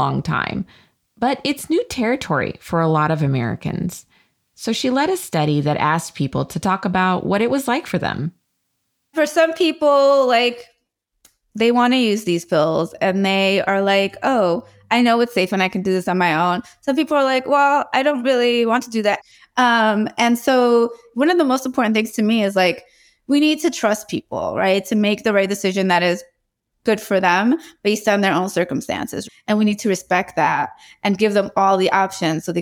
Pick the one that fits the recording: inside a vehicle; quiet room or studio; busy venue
quiet room or studio